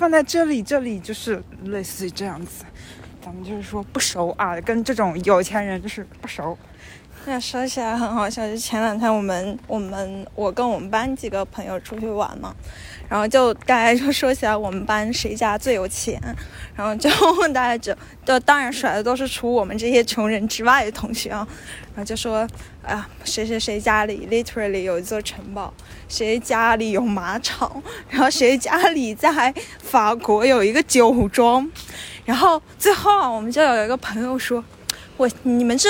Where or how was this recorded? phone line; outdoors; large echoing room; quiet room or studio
outdoors